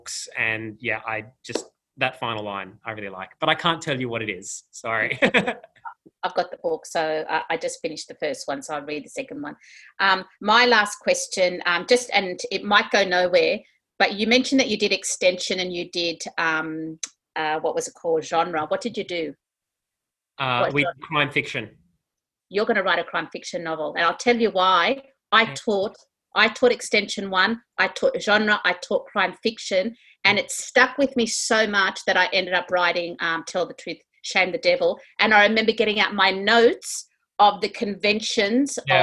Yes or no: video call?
yes